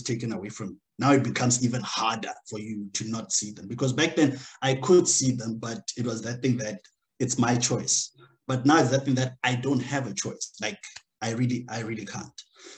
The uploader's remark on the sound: The series is webcast via Zoom